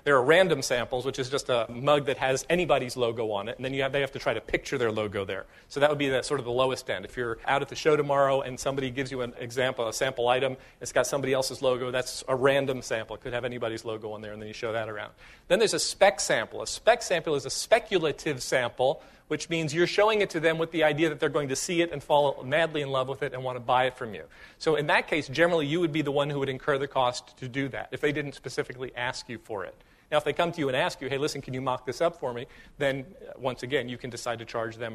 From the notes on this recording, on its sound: excerpt from a live session